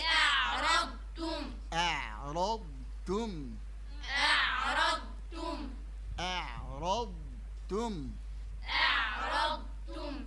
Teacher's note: ضروري ما يخرج ضاد من الجهة اليمنى في الفم او من الجهة اليسرى